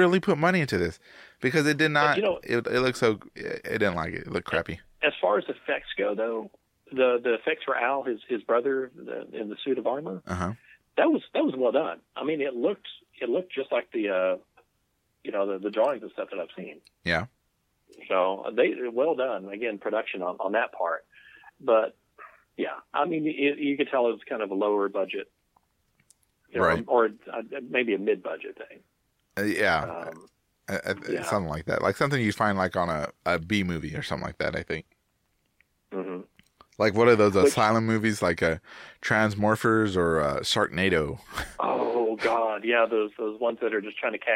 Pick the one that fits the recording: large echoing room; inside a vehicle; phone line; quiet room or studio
phone line